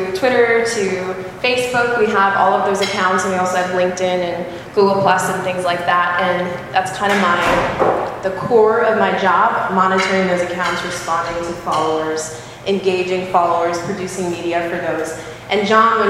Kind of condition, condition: setting, busy venue